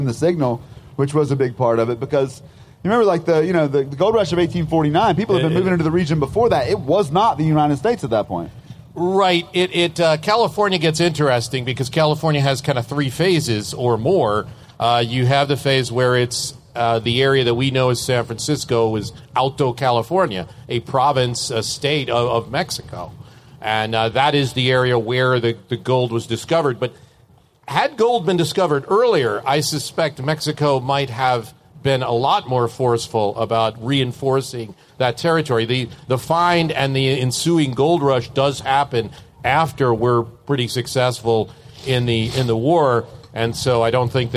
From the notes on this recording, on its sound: Live in Mexico. In Mexico where they discuss Mexico relations in front of a live audience.